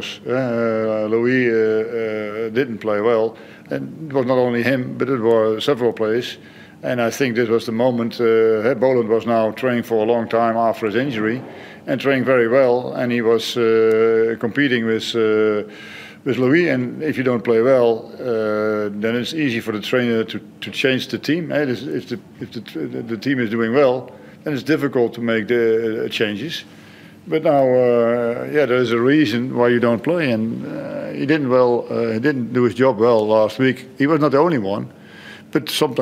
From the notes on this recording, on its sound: Post-match Press Conference | Hyundai A-League.